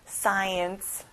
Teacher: 앞에 SC로 돼 있지만 크 발음은 안 나요.